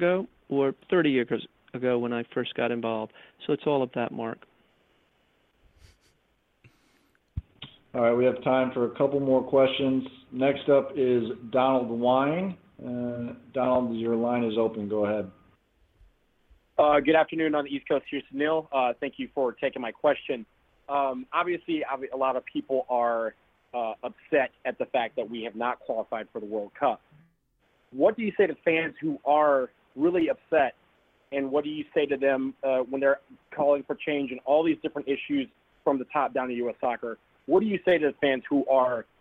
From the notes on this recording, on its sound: later in the show you can hear the full conference call.